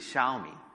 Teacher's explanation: they're both third tone, which is a long tone in Chinese. So we basically say xiao, and then the second uh, syllable, because it's a third tone and it's the last syllable, it becomes a second tone, right?